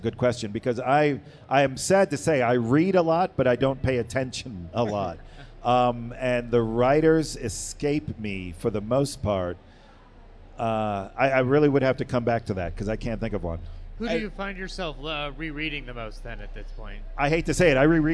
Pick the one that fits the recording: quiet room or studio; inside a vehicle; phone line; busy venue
busy venue